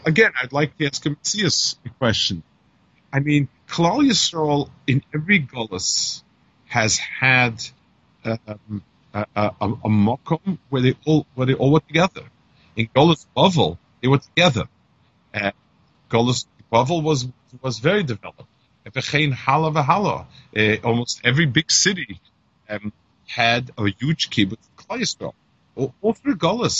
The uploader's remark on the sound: Melbourne Kollel by Skype